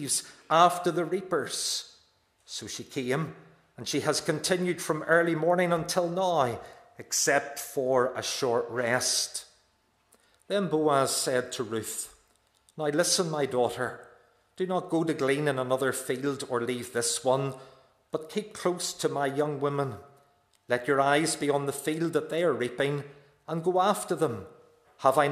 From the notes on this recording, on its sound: This is the recording of the Bible reading and sermon from our evening service on Sunday 21st May 2023.